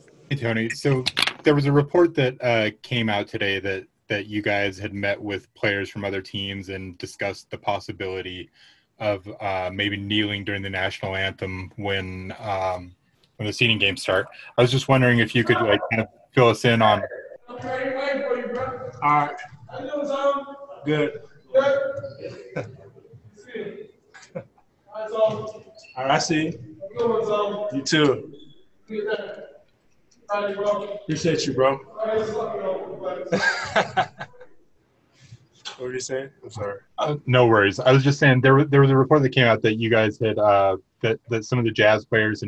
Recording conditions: video call